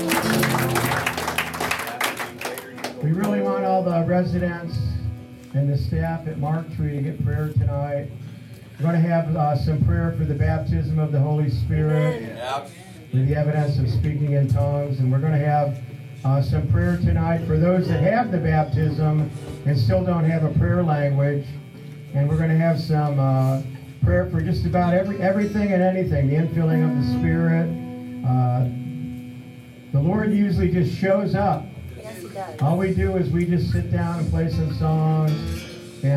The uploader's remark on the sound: This is our Prayer Meeting that we had the last night of the conference.